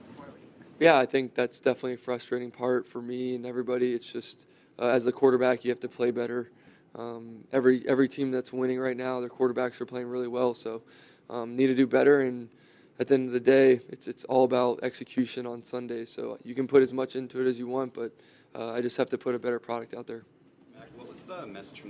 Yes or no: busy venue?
yes